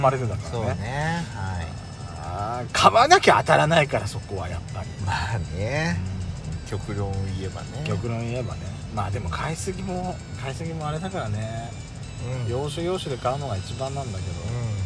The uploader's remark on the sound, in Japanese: パーキング収録